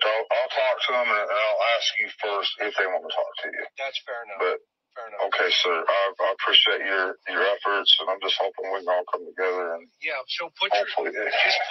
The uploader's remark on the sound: Listen to the audio phone interview